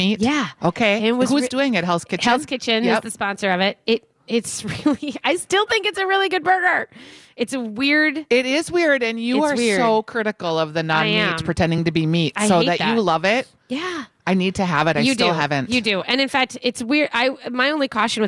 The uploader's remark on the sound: Live at Arcs Value Village